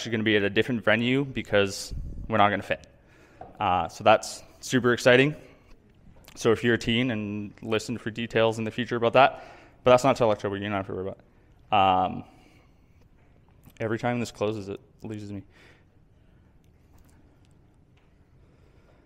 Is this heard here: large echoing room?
yes